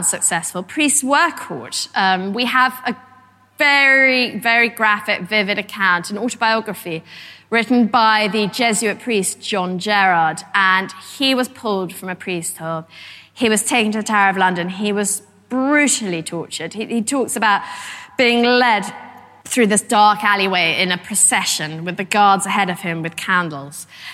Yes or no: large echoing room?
yes